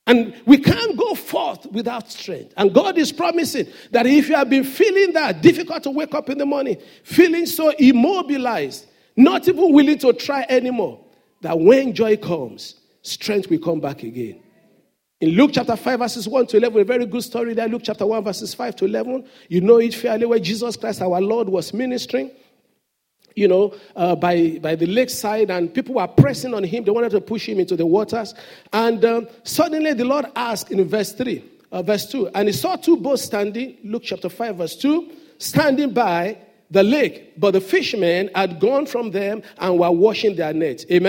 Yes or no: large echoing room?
yes